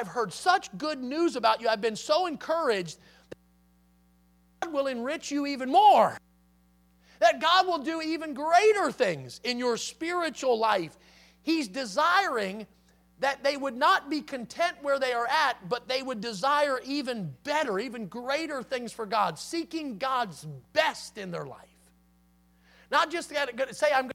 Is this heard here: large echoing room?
yes